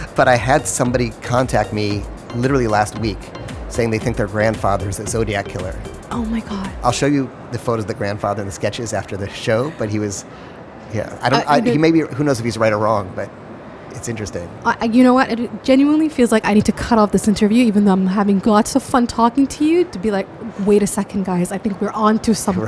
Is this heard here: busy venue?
yes